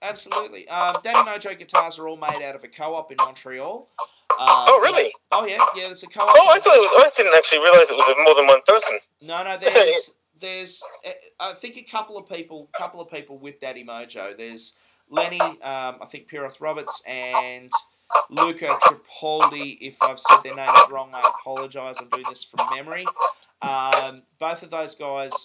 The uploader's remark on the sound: Apologies if the sound is a bit off this week. I've been having tech issues.